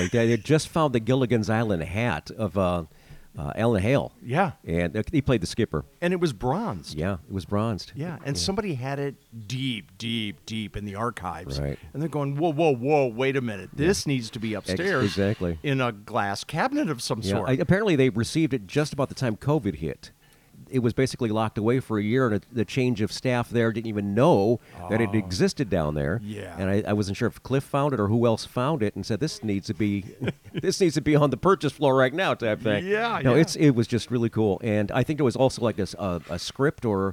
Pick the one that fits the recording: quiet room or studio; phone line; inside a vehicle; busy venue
busy venue